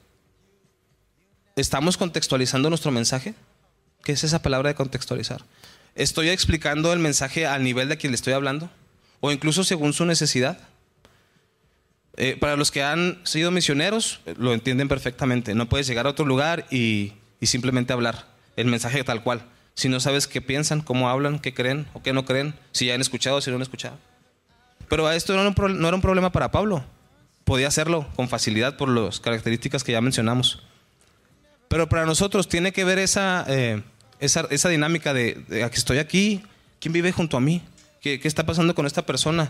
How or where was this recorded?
large echoing room